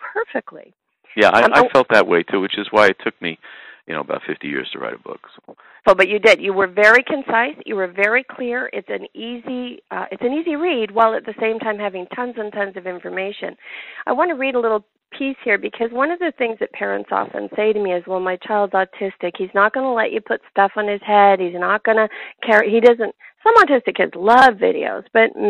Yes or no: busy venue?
no